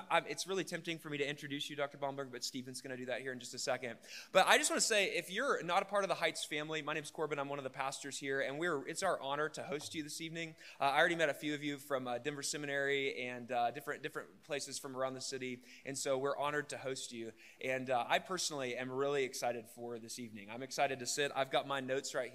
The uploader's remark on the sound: Youre listening to a recorded Lecture from the Denver Lecture Series.